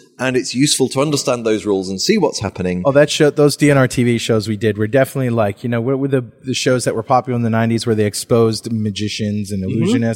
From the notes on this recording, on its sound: While at the Norwegian Developers Conference